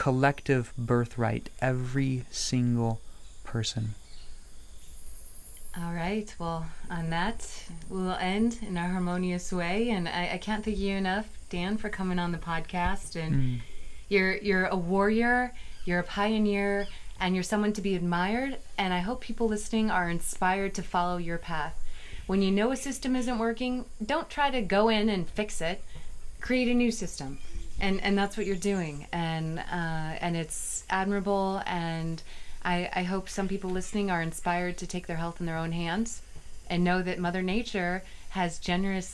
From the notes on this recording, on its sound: In this podcast recorded in the Amazon rainforest.